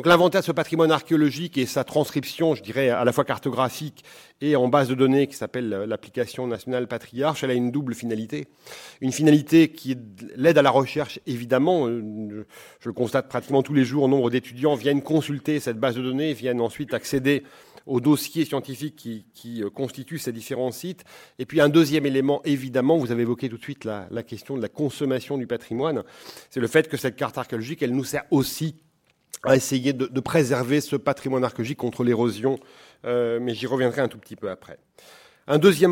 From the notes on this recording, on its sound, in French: Enregistrée le 14 octobre 2013 dans le cadre du colloque « L’archéologie en France et à l’étranger : acteurs et enjeux.